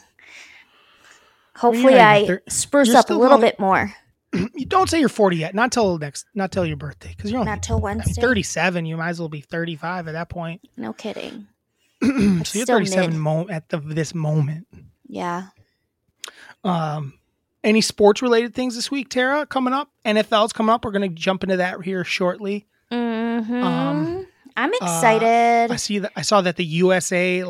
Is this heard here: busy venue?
no